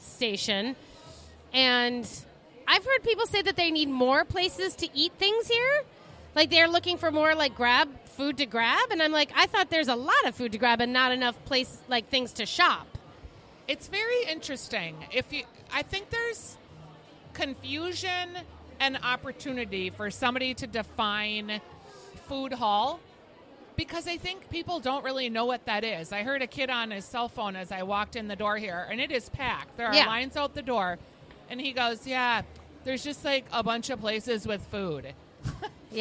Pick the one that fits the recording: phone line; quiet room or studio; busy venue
busy venue